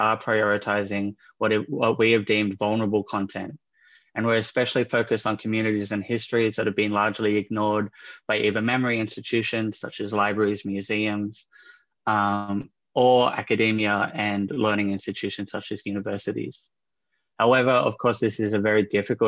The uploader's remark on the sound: CAUSINDY Online Webinar Series